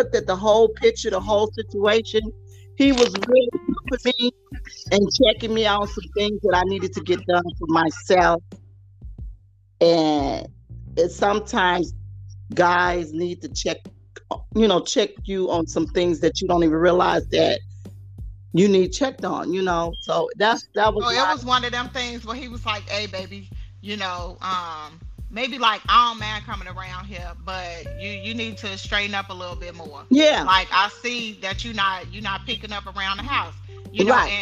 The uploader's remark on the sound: Anchor needs to get it together. Anchor, dropped us like nine times throughout the podcast recording please bear with us, we kept on plugging along with all the different interruptions and everything else.